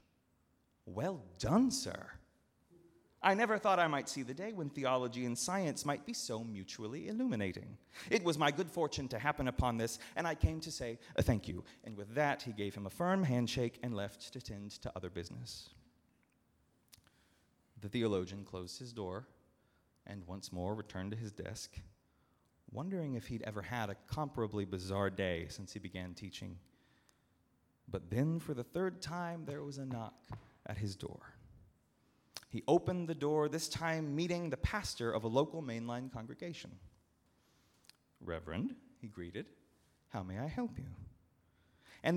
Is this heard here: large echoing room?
yes